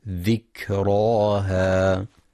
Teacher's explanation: ينتبه القارئ لهمس وشدة الكاف، هكذا ذكراها